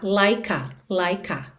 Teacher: o último som que a gente ouve da palavra like é o som da letra K, e aí, naturalmente, a gente já liga, então, na próxima vogal